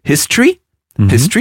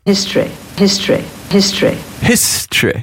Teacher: History se termine par un son E et non pas par un son I. · Shown in: second take